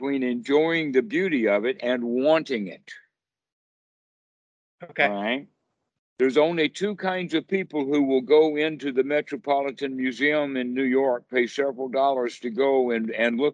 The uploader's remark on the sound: Skype calls on this channel.